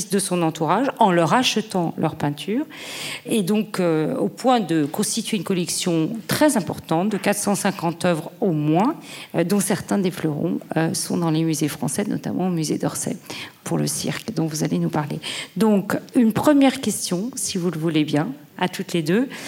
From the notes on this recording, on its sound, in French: Enregistrement de la conférence inaugurale du 22 octobre 2021